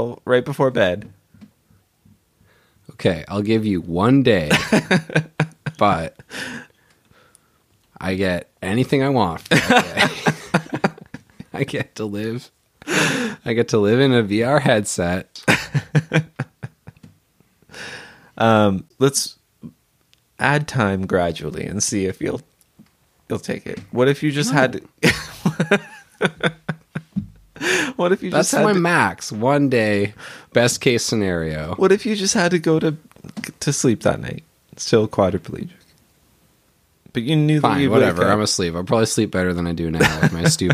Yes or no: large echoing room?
no